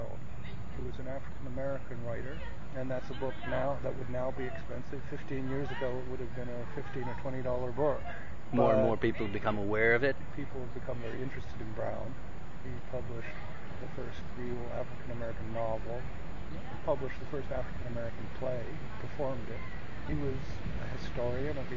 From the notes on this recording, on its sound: We talk here, on a windy day (hence the background static) in Haaavud Yaaaad.